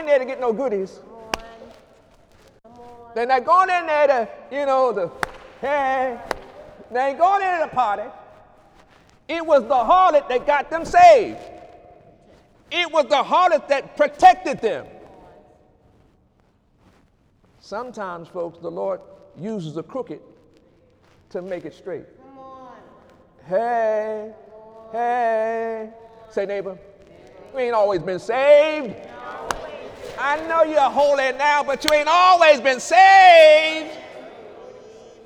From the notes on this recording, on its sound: During Sunday morning service on January 6, 2018